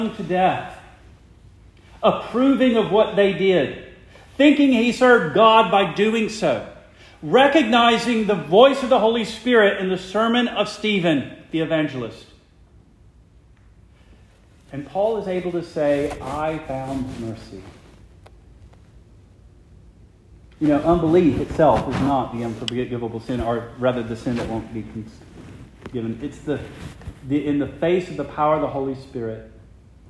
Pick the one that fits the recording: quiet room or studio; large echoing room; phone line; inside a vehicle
large echoing room